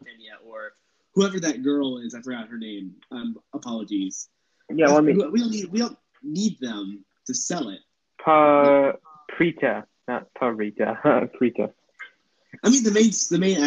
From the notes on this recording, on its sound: Sorry about the low audio quality. Usual microphone has been having technical difficulties so they had to resort to drastic measures.